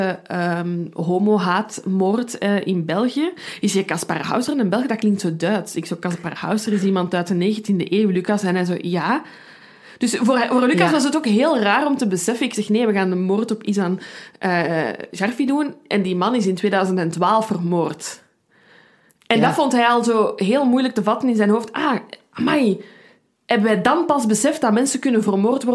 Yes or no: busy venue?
no